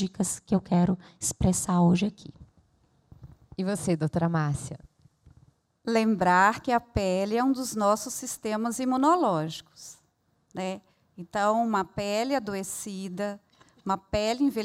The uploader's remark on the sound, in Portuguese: Este episódio foi gravado ao vivo no Centro Cultural da Usiminas. Na cidade de Ipatinga.